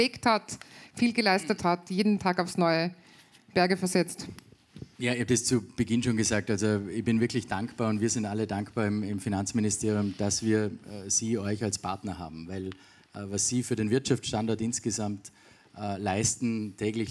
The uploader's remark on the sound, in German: Der aktuelle KSW Upcast ist eine Live-Aufzeichnung des KSW Frühjahrsempfang 2023.